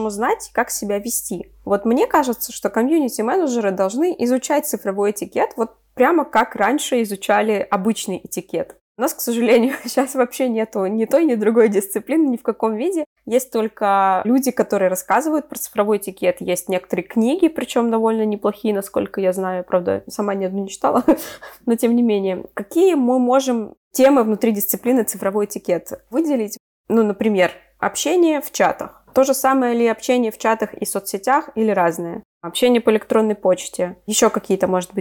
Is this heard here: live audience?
no